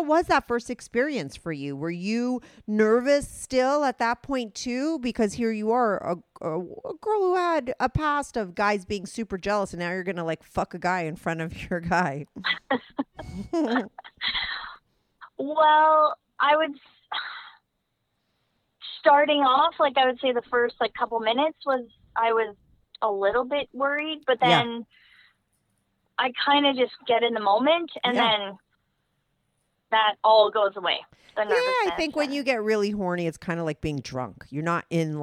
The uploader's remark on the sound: they both called in to talk all about it